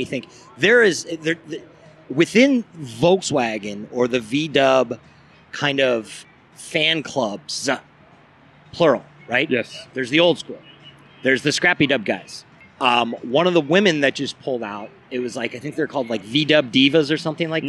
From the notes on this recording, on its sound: Oktoberfest Car Show – SoCal’s Annual Volkswagen. This on-site podcast recorded live during the event. In Ontario, CA. Obviously as you can hear by the background noise, this is a…live podcast is a complete oxymoron, right?